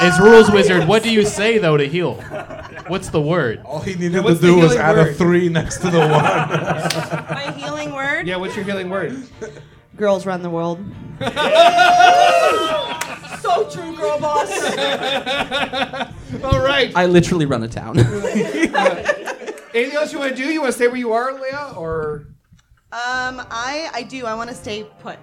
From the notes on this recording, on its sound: from our new live show, Thirst For Adventure!